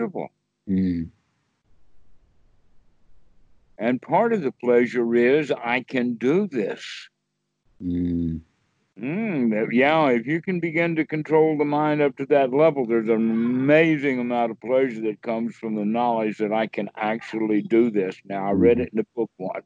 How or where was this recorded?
video call